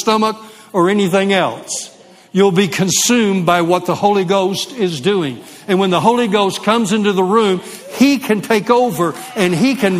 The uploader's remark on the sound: LIVE Midweek Service